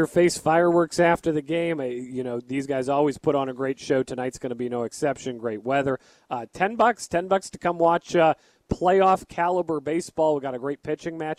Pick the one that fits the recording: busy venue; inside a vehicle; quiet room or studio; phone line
busy venue